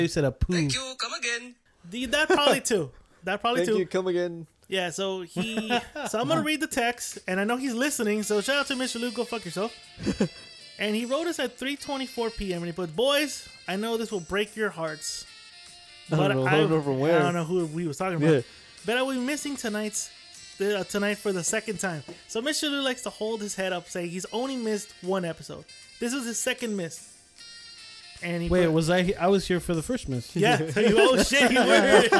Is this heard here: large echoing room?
no